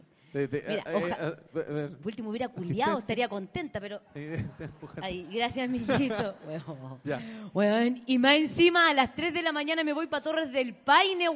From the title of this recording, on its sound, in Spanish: En Vivo en el Comedy Restobar "El Ritual del Ajo"